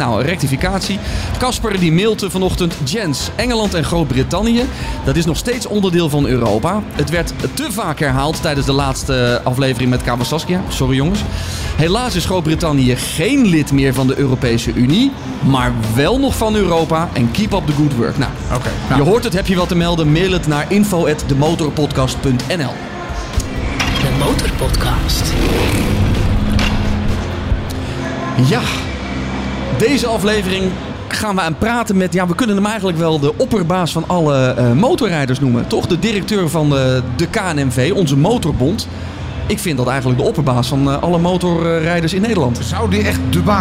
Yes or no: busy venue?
yes